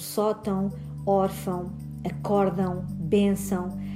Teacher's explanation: o seu acento tónico recai na penúltima sílaba